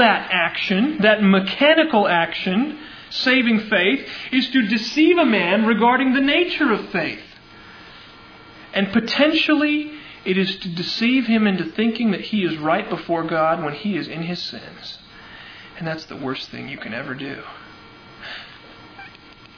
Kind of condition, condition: setting, large echoing room